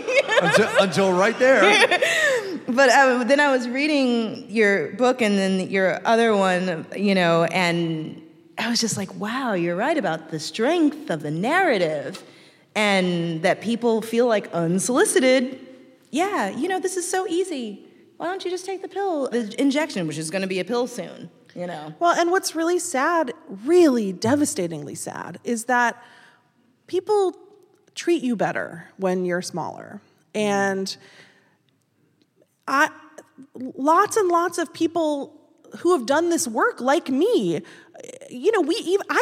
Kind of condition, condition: setting, live audience